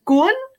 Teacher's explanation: It's like a sharp upward intonation.